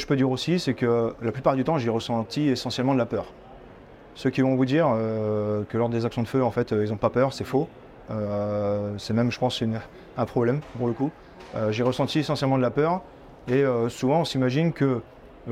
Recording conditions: busy venue